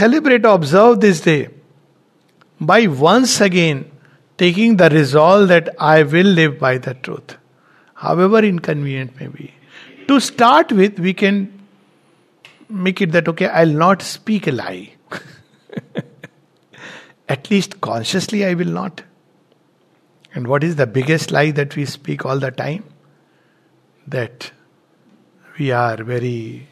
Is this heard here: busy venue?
no